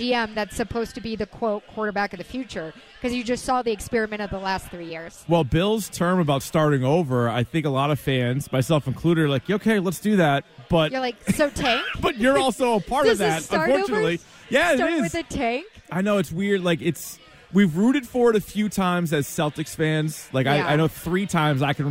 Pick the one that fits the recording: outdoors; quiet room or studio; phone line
outdoors